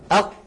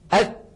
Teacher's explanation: تجد بأن المخرج قد انقفل تماما